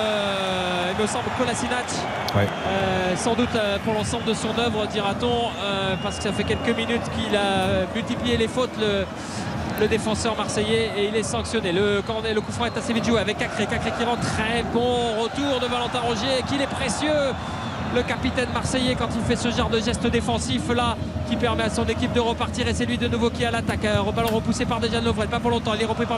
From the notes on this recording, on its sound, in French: en direct du Groupama Stadium